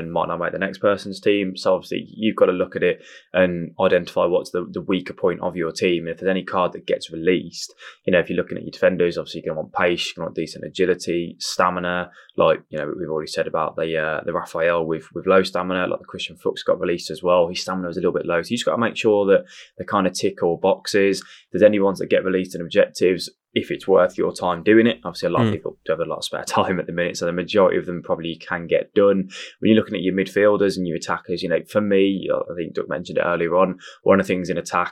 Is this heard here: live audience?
no